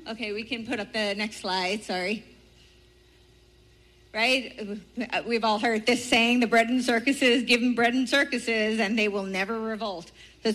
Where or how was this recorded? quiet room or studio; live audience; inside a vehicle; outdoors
live audience